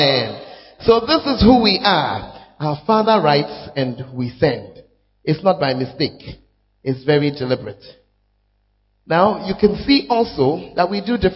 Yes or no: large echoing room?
yes